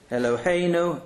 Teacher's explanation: Eloheinu, the E is also, it's not E. It's a chatav segel, eh. And the stress is on the hey.